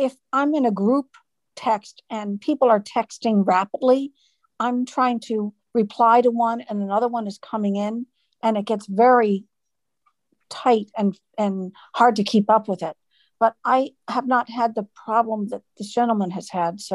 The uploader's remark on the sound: Zoom Call Recording of Thurs 12-2-21.